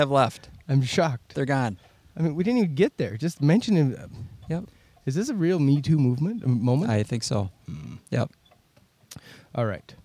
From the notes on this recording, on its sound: out in nature on location in Alexandria, MN